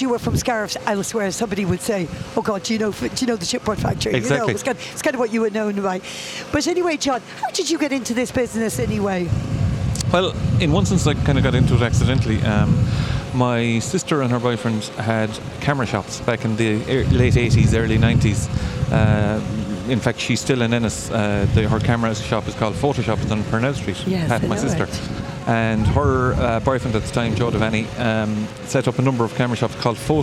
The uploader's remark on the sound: Interview as part SBCR live OB programmes of Live at the Green during the Scariff Harbour Festival weekend